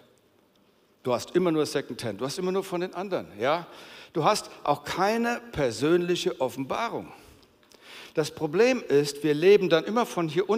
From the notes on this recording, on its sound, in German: Aus unserem Gottesdienst.